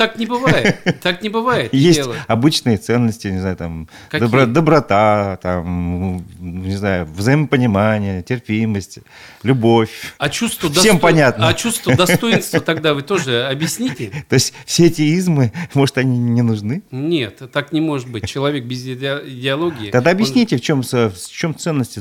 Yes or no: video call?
no